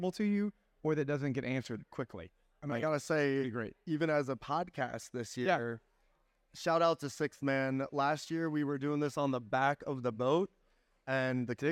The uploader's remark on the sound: Recorded live from Bar City on Rock Boat XXIII.